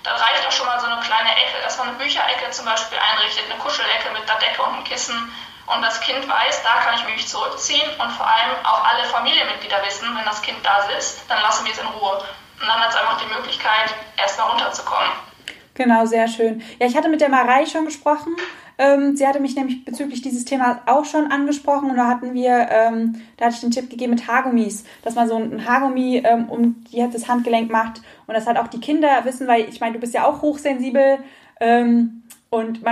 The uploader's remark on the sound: INSTA-LIVE. Live Talk.